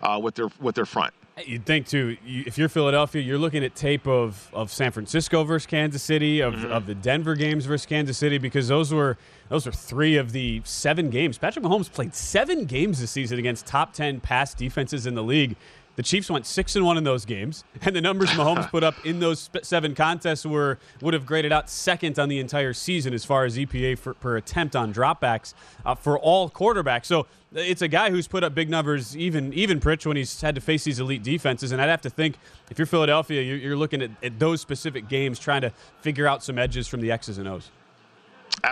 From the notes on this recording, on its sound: live from Radio Row in Phoenix, AZ